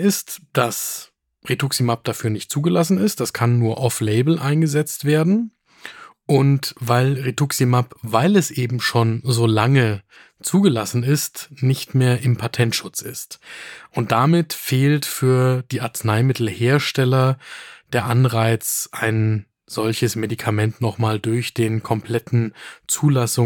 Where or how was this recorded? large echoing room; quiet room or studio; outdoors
quiet room or studio